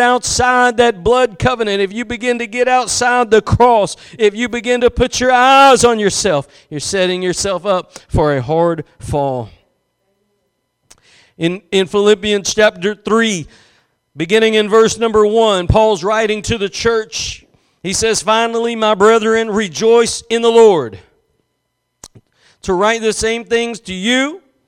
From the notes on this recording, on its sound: Preached at Gospel Lighthouse in Bossier City, La.